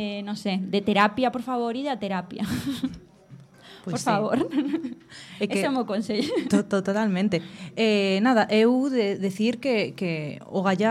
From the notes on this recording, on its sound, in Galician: O PROGRAMA GRÁVASE CON PÚBLICO PRESENTE OS MÉRCORES 20 HORAS NO CAFÉ UF (Rúa Pracer 19 VIGO)